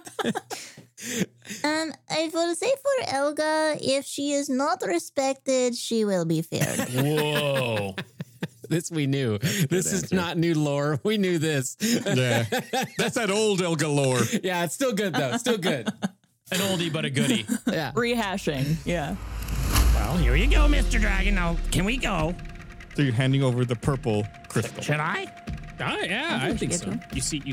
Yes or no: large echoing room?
no